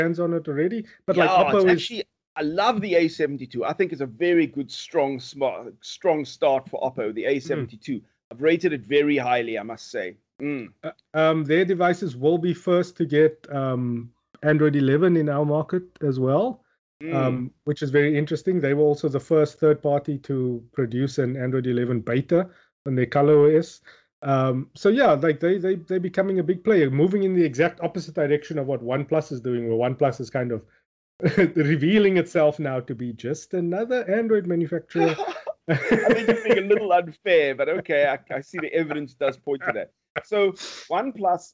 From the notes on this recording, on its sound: Recorded via Skype.